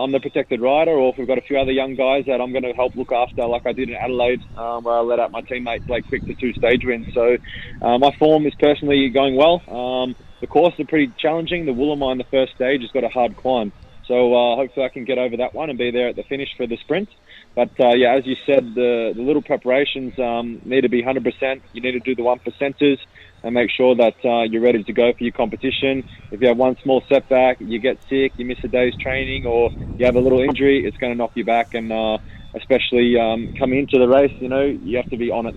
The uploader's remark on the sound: called in to Saturdays in Gippsland